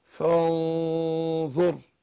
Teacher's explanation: النون ساكنة وجت بعدها ايه الظاء هنخفيها عند الظاء بس مع الغنة ايه حركتين